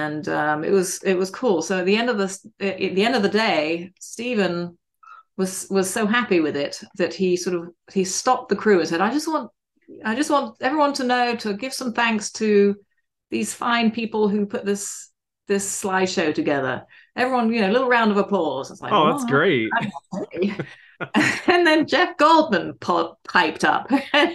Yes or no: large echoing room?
no